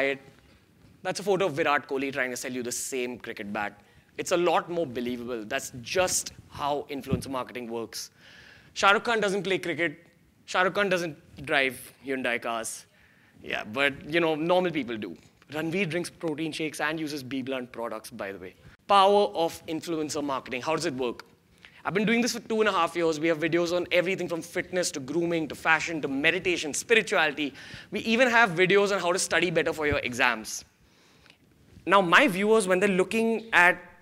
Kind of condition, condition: setting, live audience